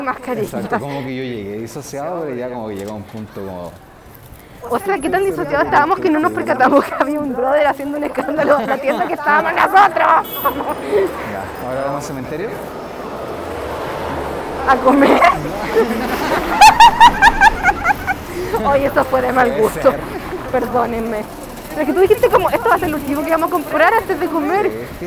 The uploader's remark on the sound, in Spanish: Edición experimental Potocast On tour. Salimos a comprar flores plásticas en la calle Rosas y grabamos la experiencia porque sí.